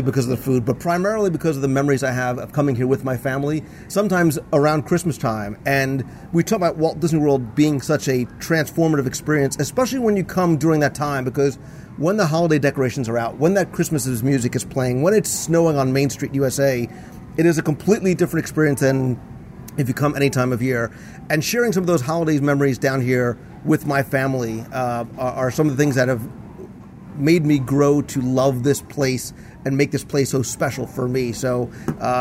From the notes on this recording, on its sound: We're going to go live into the parks and seek out a little bit of Christmas now. We'll stop in to It's a Wonderful Shop at Disney's Hollywood Studios.